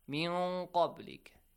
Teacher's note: But if you remember, I told you that if you have the letter qaf, you apply the rule ikhfa, but it should be a heavy one. Because the letter qaf is a heavy letter. It has to go kind of close to the sound of qaf.